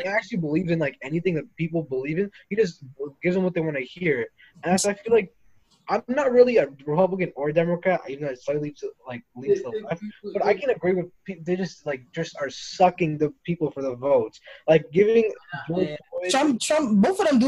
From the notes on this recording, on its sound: So headphone users beware